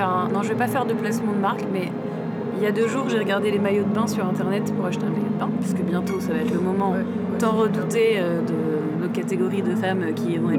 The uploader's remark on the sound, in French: En direct de la Cave40 à Bourges, sur rAAdio cAArgo !